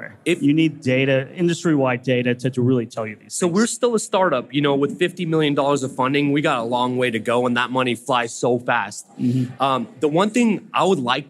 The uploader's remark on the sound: LIVE at FreightWaves' Future of Supply Chain conference